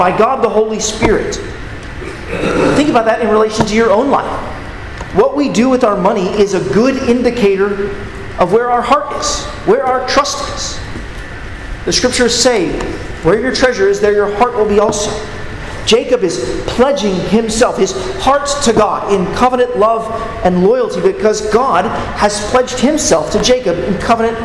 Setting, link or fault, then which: setting, large echoing room